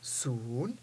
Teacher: as a long u with a rising tone and a final n